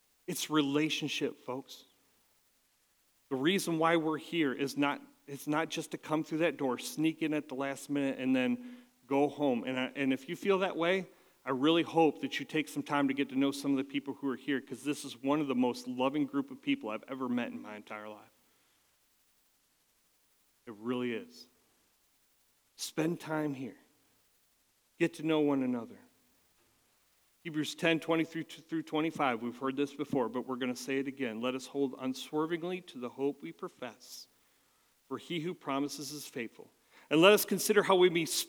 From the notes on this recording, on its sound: at Catalyst Christian Church